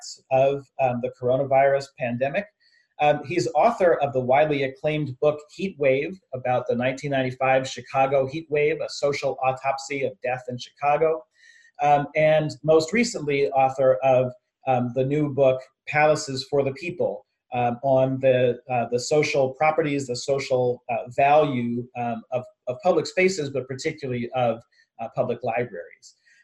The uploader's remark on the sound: IAH Zoom Talks. Recorded via Zoom.